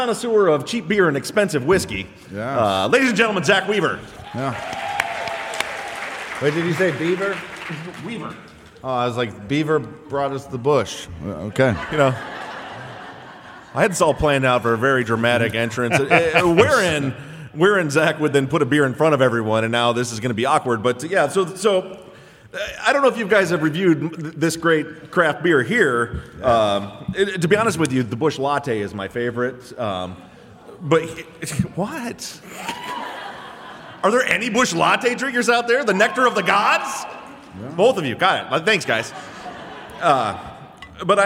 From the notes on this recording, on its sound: LIVE from Austin, Texas!